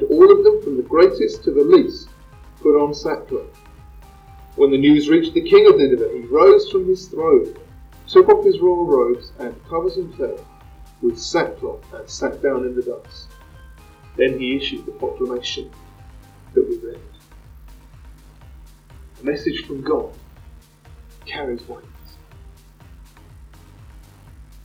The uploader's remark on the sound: Microphone ? What Microphone ? Apologies for the sound quality (Which I’ve tried to clean up as much as possible !).